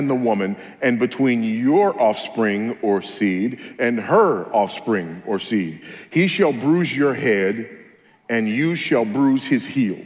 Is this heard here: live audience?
yes